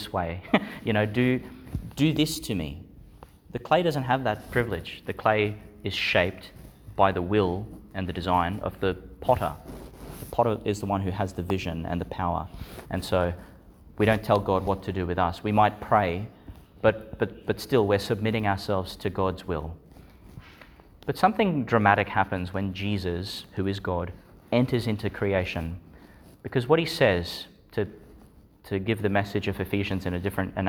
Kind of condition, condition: setting, large echoing room